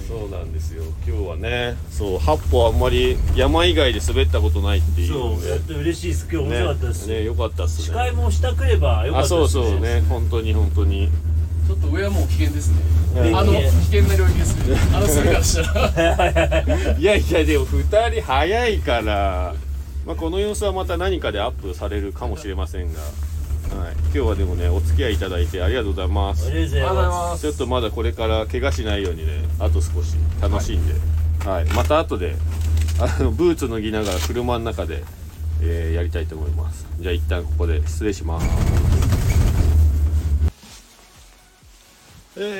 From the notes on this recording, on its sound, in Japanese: 白馬八方尾根。本日、白馬八方スキー場で滑り終了後 車の中から。